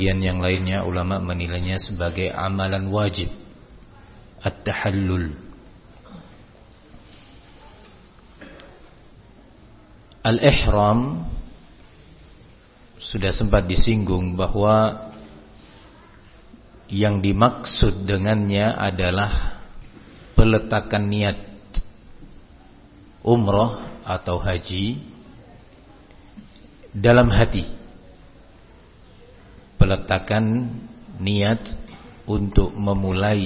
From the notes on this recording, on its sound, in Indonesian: Di Masjid Ma’had as-Salafy Jember.